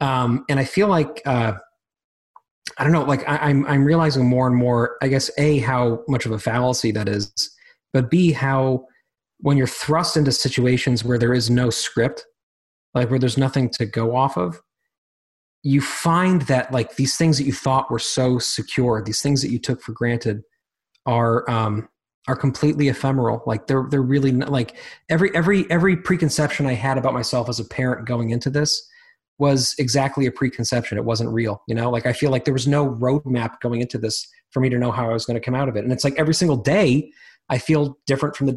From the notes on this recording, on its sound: A group of listeners for a Zoom roundtable.